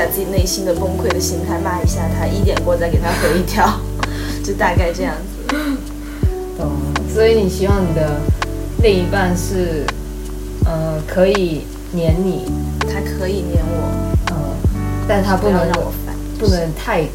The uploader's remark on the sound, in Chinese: 因為我們的錄音設備和環境太差。周圍雜音會太明顯。